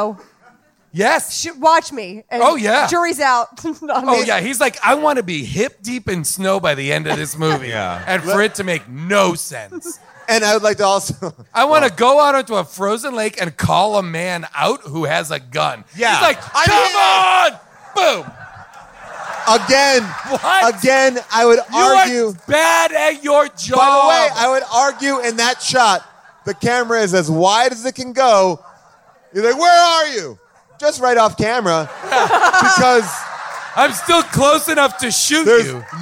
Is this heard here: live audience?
yes